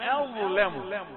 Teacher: ومن ومن أظلم، ولم تترقق مرة أخرى، انتبه، ومن أظلم، أظلم يعني الهمزة التي قبل الضاء واللام التي بعدها مرققتان. فمن الخطأ أن أسحب تفخيم الضاء على الحرفين على الجيران من الناحيتين، فمن أظلم ومن أظلم أظلم، تدرب هكذا واقرأها بشيء من البطء، ومن أظلم ومن أظلم ممن منع مساجد الله أن يذكر فيها اسمه وسعى في خرابها.